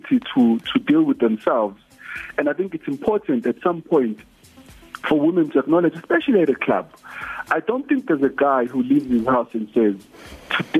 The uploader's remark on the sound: We Took A Call. Phoner.